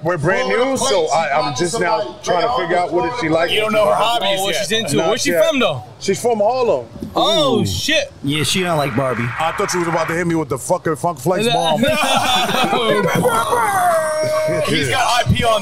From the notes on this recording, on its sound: Live from Rucker Park on 8/3/23!